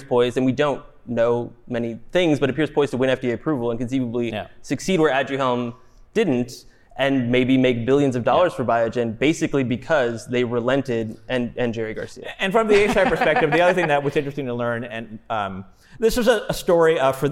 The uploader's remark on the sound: LIVE from the STAT Summit. Recorded live from the 2022 STAT Summit. Some unpredictable questions from our audience.